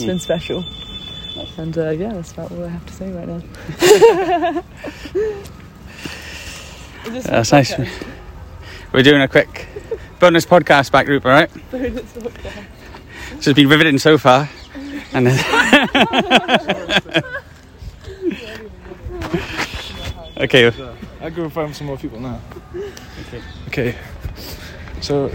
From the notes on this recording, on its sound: Live from Govardhan Hill. An episode we recorded whilst on pilgrimage in India.